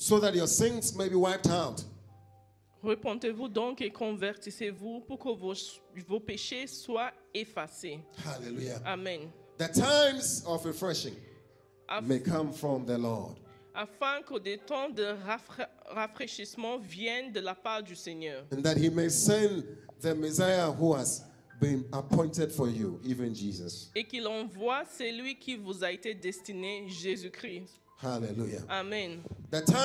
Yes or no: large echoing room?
yes